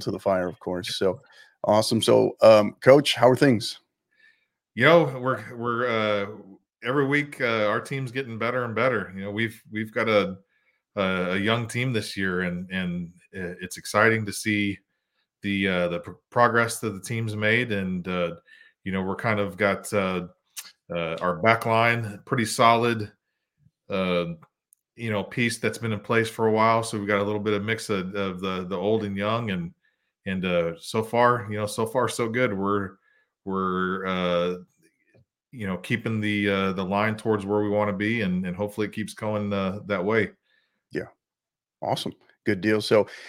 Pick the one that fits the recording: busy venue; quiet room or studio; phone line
quiet room or studio